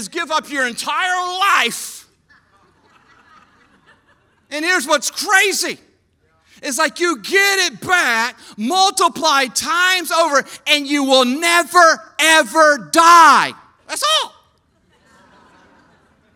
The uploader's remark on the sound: EQUIP Conference 2022 – Main Session 1